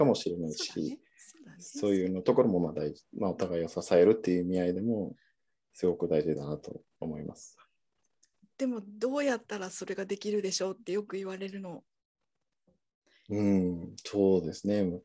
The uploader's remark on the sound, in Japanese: 収録場所： オンライン (Zoom)